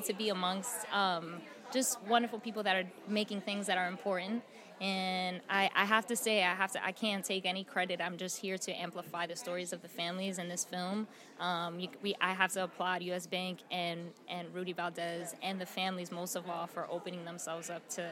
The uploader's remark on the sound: holding it down on the red carpet of The 2023 Tribeca Film Festival